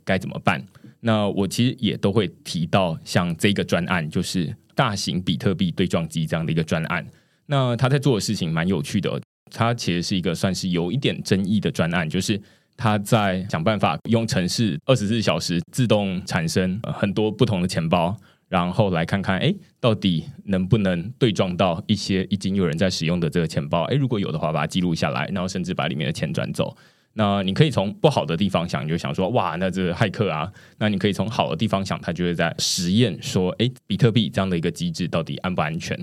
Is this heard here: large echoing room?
no